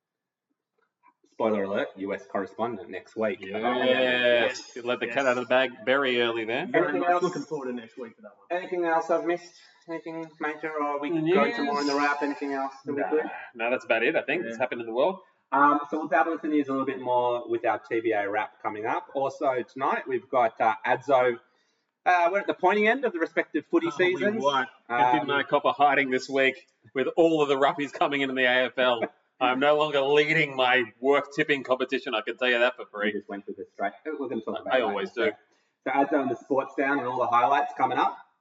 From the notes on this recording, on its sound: Fuck Up Their Audio (Sorry - we'll get it right next week we promise!).